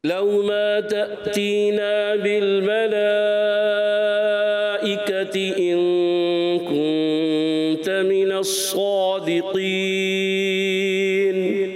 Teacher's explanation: جب آپ وقف کرتے ہیں من الصادقین قاف اور پھر مد عارض، تھوڑا سا مد عارض کو کھینچیں